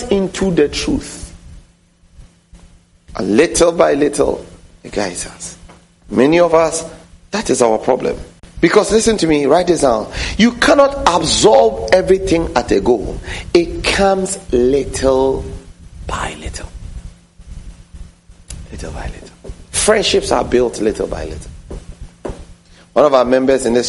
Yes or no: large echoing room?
yes